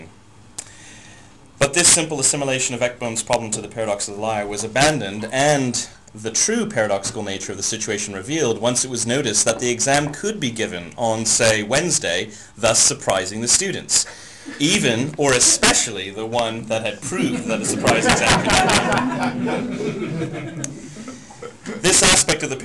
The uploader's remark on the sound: Unfortunately, the audio recording levels were too high, so there is a lot of distortion.